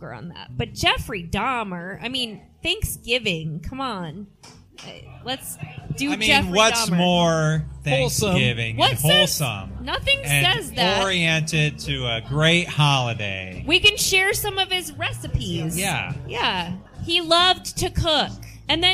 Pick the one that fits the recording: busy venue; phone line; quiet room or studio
busy venue